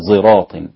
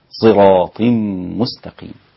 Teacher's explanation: هكذا بعض القراء ينطقها زايا خالصة إلى زراط، وهذا خطأ، زراط غلط، إلى زراط، صراط لابد أن تأتي بالصاد وصفيرها زاي، هي دي الصاد المشمه بالزاي · Shown in: second take